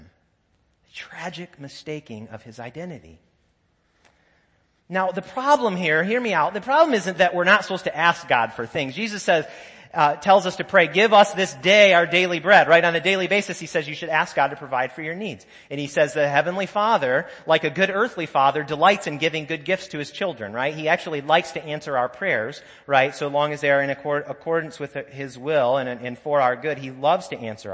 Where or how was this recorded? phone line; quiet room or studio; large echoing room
large echoing room